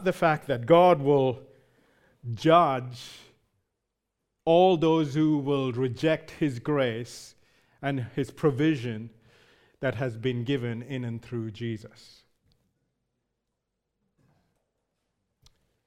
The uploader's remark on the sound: Recorded live at Grace Community Bible Church.